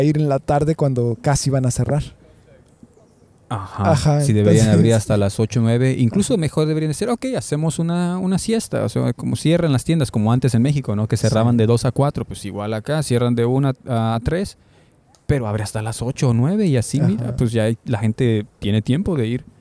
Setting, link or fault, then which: setting, outdoors